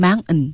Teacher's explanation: 本来 mountain 这个单词呢，在口语里是要喉音停顿的